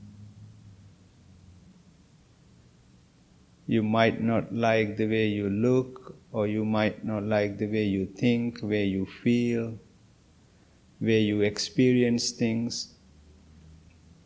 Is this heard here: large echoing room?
yes